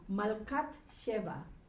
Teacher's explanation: the long A sound here is reduced to a short A, patah.